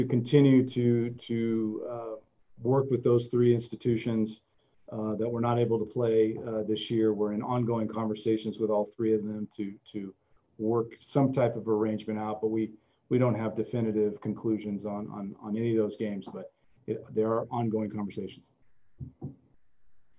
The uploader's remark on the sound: ZOOM conference call